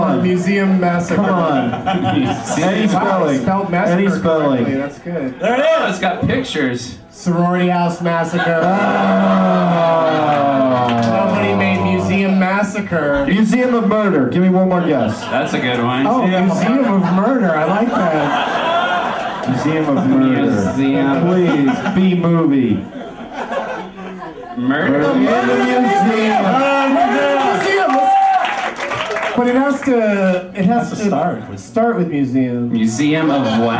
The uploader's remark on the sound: Recorded live at the Del Close Marathon, UCB Theatre New York.